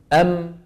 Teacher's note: لما بتقول أم شو صار تصادم بين الشفة العليا والسفلى أليس كذلك لما بتنطق ميم متحركة بتقول ما بالتباعد مو بالتباعد